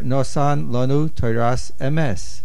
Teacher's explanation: the word Lonu, the main stress, the main accent is on the Lamed. And had we said Nosan, it would be a collision, so to speak, of two major accents right next to each other.